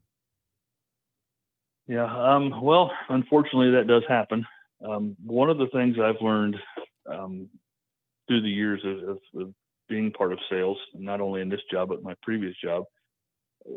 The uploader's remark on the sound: get on the phone